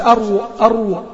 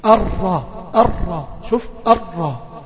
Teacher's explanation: والشفتين عندي مش مضمومين · Shown in: second take · لأن الضمة بتاع الشفتين، أو يعني ربما تتولد معك واو واو مع الراء، واحنا مش عاوزين دي.